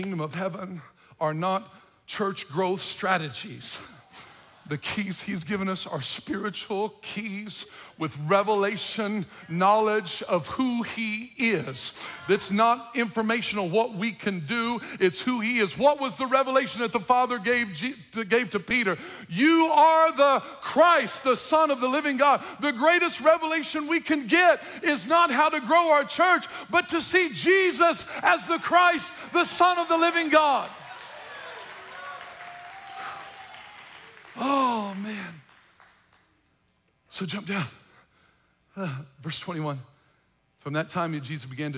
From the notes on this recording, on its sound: From The Roads Church in North City, Illinois, delivers a passionate sermon at the "Empty Conference."